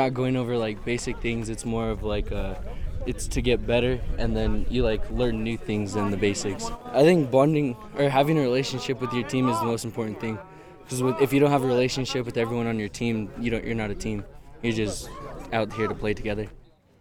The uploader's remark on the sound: Visits the annual summer youth football camp at Western State Colorado University. Brought back the voices of the players and the sounds of the camp.